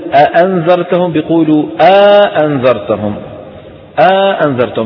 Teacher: شو دخلوا بين، دخلوا بين الهمزتين ألف · Term: مد الحجز